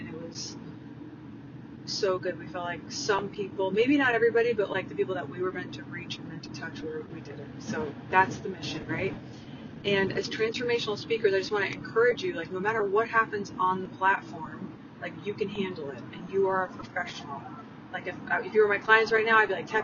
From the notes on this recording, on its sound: Please bear with my sound quality as I was driving to pick up my Dad when I recorded this episode